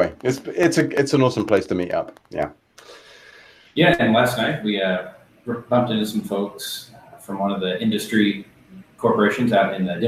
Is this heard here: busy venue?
no